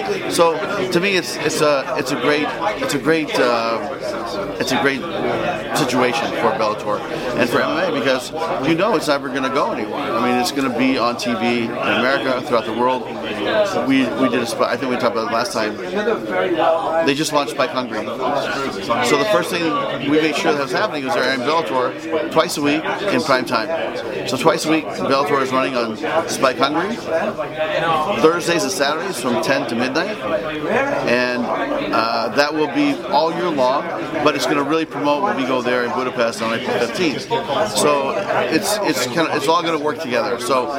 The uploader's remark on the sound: press conference scrum